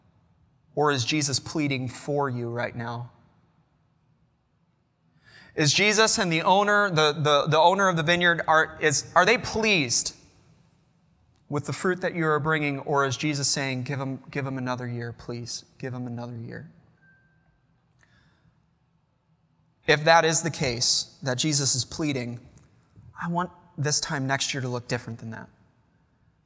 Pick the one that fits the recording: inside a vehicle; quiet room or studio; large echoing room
large echoing room